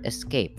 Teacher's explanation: the stress is located at the cape syllable, the second syllable